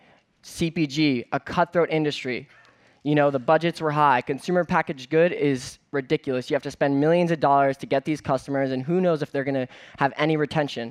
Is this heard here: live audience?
yes